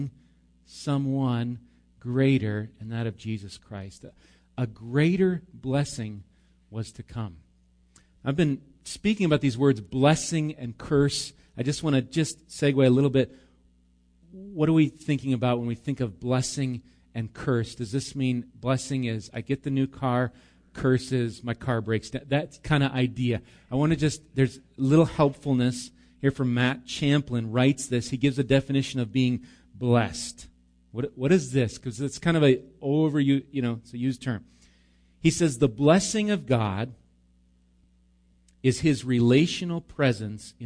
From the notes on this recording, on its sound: Recorded live at Bethany Bible Church on 5/26/19